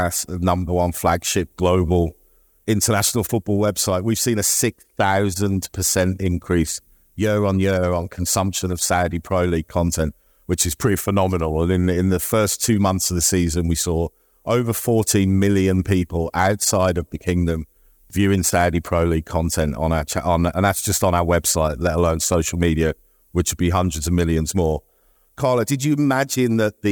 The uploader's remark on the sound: This show was recorded at the World Football Summit Asia in December 2023